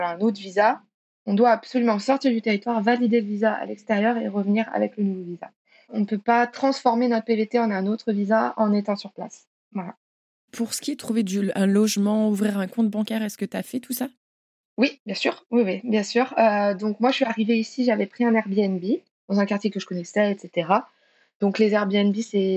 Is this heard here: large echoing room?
no